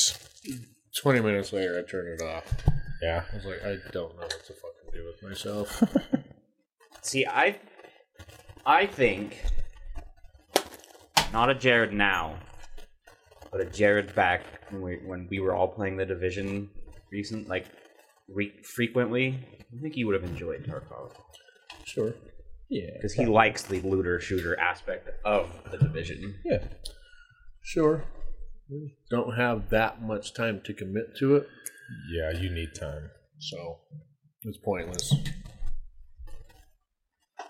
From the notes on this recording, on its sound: This weeks episode has some audio issues throughout. I did what I could to clean them up as much as possible. It isn't the audio quality that I would like to upload but it is either this or no upload for the week.